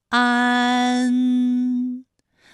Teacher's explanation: 起点元音是前低不圆唇元音啊，舌尖抵住下齿背，舌位降到最低，软腭上升，关闭鼻腔通路啊。那我们从前啊开始，舌面升高，舌面的前部抵住硬腭的前部，当两者将要接触的时候，软腭下降，打开鼻腔通路，紧接着舌面前部与硬腭的前部闭合，使在口腔受到阻碍的气流从鼻腔里透出，口型由开到合，舌位移动比较大。安，哎，我把这个过程当中啊给大家发的细一些，大家可以仔细听我的发音哈，从前啊开始，安，哎，我发的比较慢。那实际我们发安的时候呢，不用这样的慢哈，让你感受到啊到呢的一个变化，直接我们